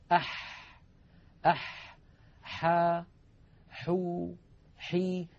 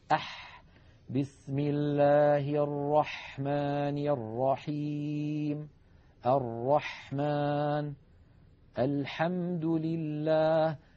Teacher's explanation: لاحظوا البحة الموجودة في الحاء الفصيحة: أح بسم الله الرحمن الرحيم الرحمن الحمد لله هكذا صوت الحاء الفصيحة بعيدة عن أي حرف آخر.